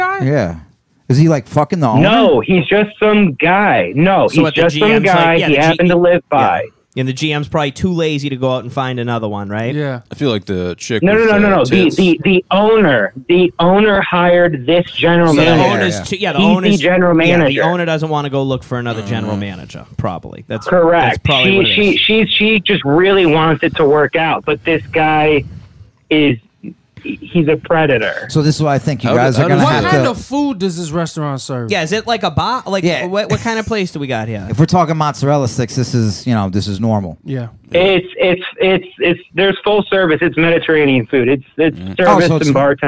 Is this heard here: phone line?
yes